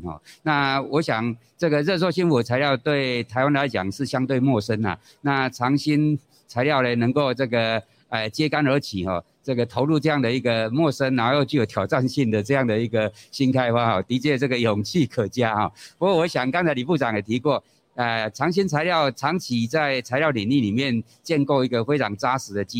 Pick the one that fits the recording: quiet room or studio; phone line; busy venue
busy venue